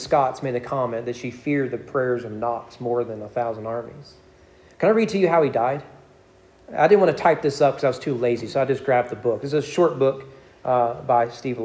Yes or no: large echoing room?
yes